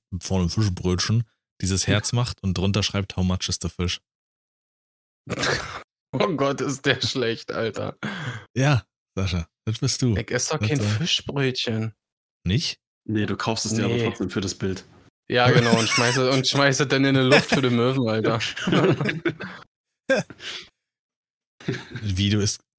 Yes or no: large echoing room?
no